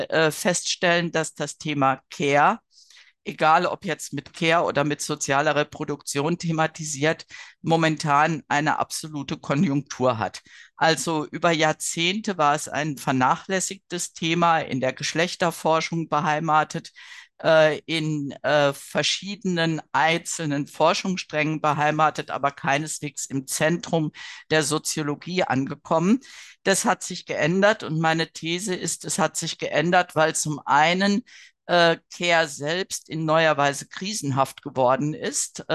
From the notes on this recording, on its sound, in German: Ein Mitschnitt der digitalen Jour fixe Reihe der Assoziation für kritische Gesellschaftsforschung (AkG)